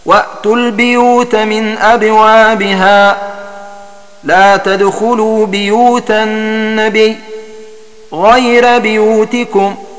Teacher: وقرأ الباقون بكسر الباء في ذلك وأمثاله